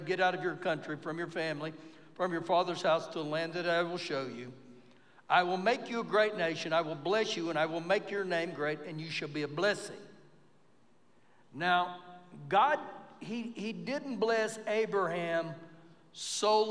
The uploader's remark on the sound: Recorded live during our Wednesday night service